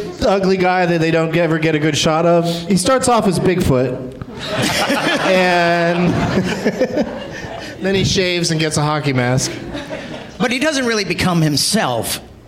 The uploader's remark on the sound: Live from Goodnight's Comedy Club in Raleigh